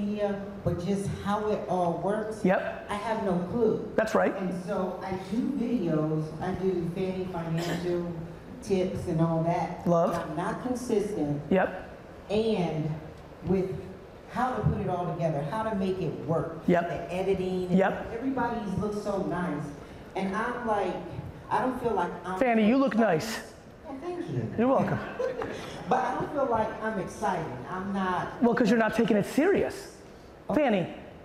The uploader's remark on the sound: the Q&A portion of my keynote I gave in Naples, Florida at the Hall of Aime event